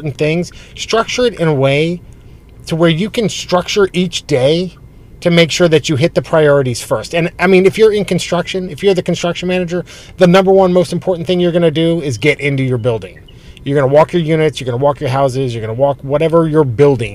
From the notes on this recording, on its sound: The sound quality for this podcast isn't great. Were both in parking lots during the recording of this podcast.